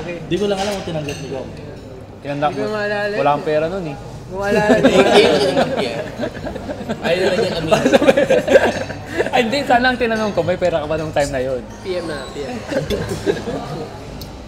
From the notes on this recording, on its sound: engage in a lively discussion at Manukan at Bakahan sa Metrowalk